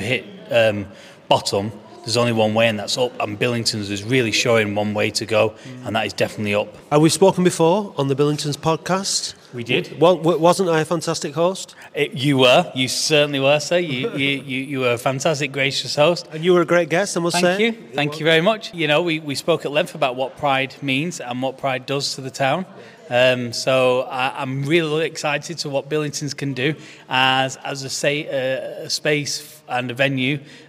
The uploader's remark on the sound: This episode was recorded at the party to celebrate this milestone, as some of the attendees shared their experiences and associations with both the building and the venue.